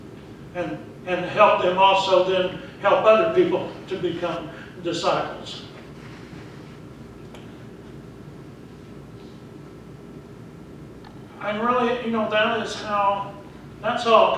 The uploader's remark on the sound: Preached at Briensburg UMC on October 6, 2019